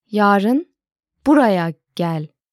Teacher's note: But if I change the order in the same sentence as yarın buraya gel. The stress is then on buraya